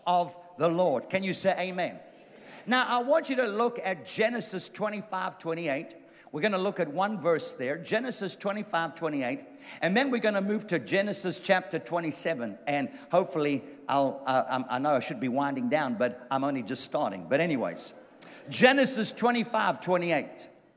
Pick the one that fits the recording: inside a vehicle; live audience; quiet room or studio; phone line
live audience